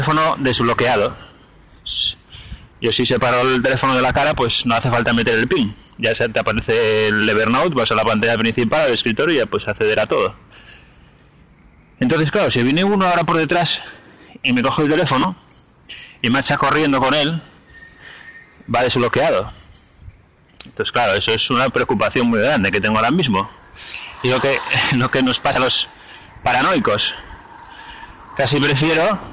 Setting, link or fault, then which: setting, outdoors